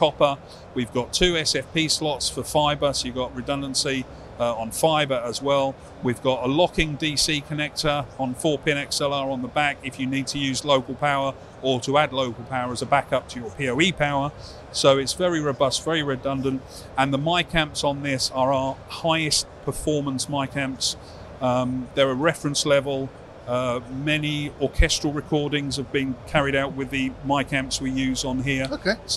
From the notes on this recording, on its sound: At ISE 2024